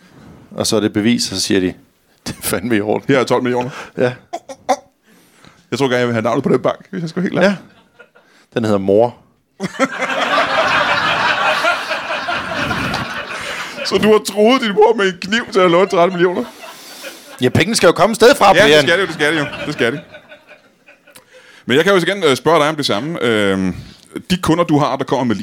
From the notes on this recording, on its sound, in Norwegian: Endelig tilbage på 27b i gode gamle Kolding. Publikum er levende.